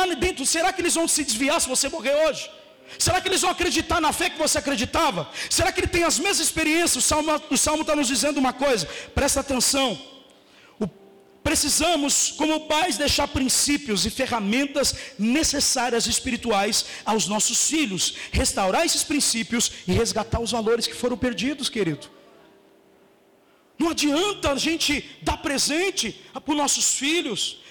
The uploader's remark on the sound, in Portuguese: Na Comunidade Vivendo em Amor - Sede.